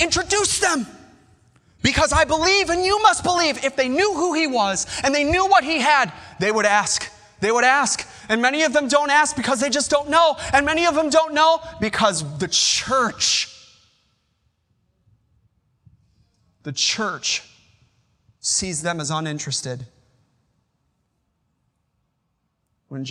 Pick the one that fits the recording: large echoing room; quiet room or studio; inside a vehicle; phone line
large echoing room